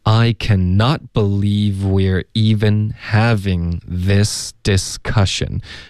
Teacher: I cannot believe 的这个 v 跟后面 we are 的这个 w 音连发。OK，然后 we are 呢它就发成了 we're，所以前面加一个 v 就变成 we're。OK，一口气 believe we're，这里它就顿了，它没有连读到后面 even。OK，为什么呢？因为它想要强调竟然这个字 we're even。OK，中间停了一下，没有连读。